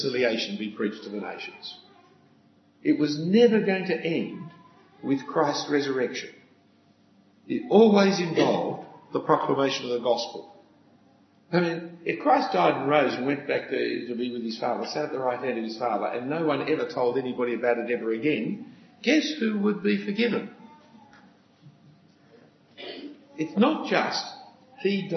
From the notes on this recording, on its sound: A talk given at an FIEC (Federation of Independent Evangelical Churches) Conference for Ministry Workers in 2014.